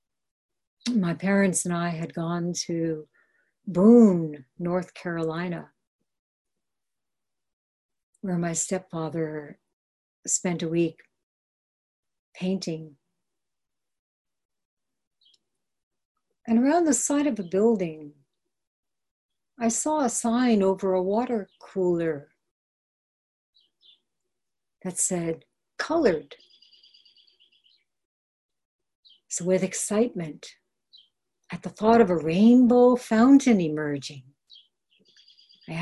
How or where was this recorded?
video call